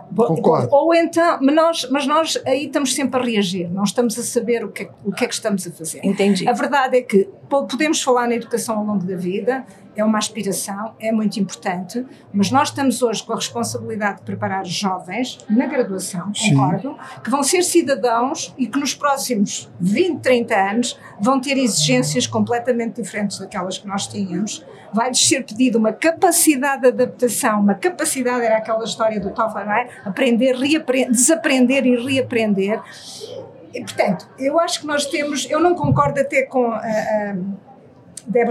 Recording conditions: busy venue